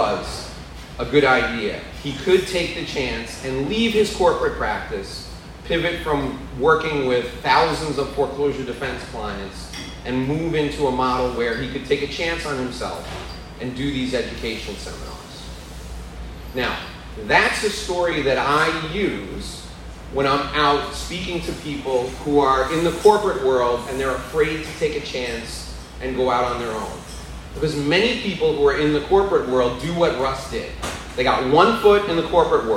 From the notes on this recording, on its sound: This is a live presentation I did in front of an audience of professionals in Hallandale Beach, Florida.